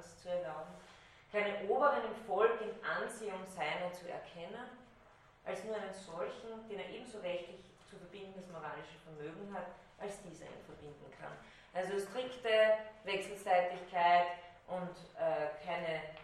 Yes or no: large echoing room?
yes